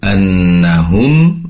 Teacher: mim sukunnya diperjelas, yaitu mim berasal dari kedua bibir yang ditempelkan atau yang dirapatkan. Annahum, kemudian yaqulun ya merupakan salah satu huruf daripada huruf idhar syafawi.